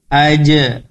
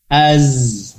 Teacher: Zai itu gigi seri atas bawah bertemu. Jadi bunyinya seperti seperti bunyi lebah. · Shown in: second take · Az. Nah, seperti itu.